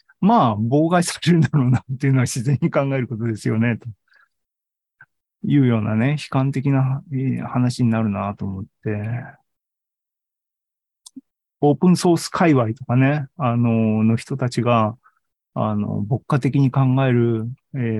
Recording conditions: video call